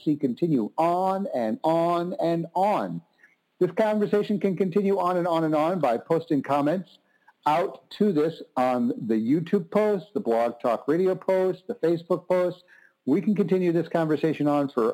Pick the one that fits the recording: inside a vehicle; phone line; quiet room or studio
phone line